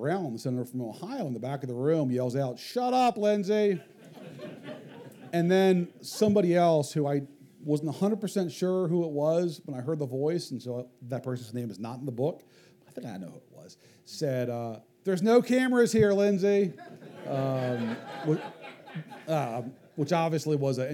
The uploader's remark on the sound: This episode debuts an occasional special series called "Live At…" wherein we record a live conversation at an independent bookstore. From Charleston, South Carolina, we bring you Live at Buxton Books.